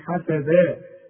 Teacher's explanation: شوف الحاء دي، خد بالك وتذكرها، والسين والدال مرققين، اتعلم من هذه الكلمه، حسدا ادي الفتحتين اللي بقول لك عليهم، ما دام فتحتين يدوك ايه؟ الف كامله عند الوقت